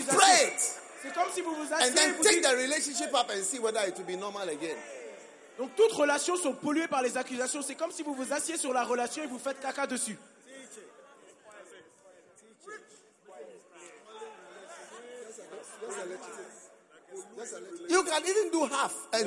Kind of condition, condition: setting, live audience